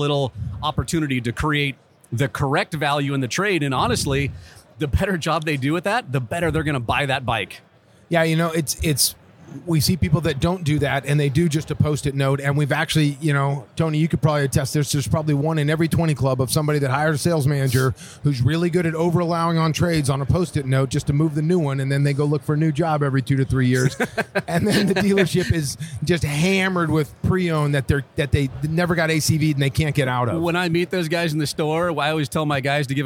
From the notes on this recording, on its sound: they recorded live on the floor of the AIMExpo in Las Vegas